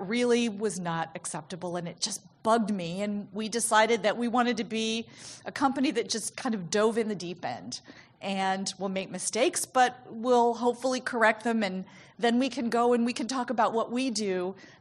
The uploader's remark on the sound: In this talk from the 5th annual Patients as Partners US conference